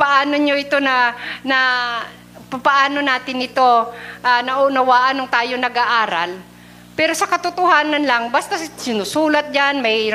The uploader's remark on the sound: Recorded live at The Shepherd Of Faith Family Church on June 26, 2022.